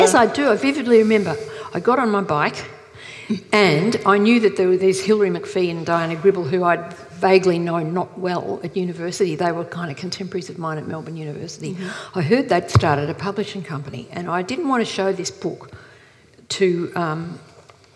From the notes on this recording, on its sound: This is a live recording from our event.